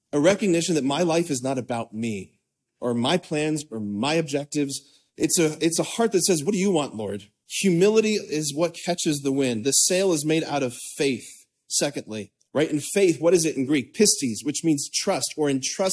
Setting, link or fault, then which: setting, large echoing room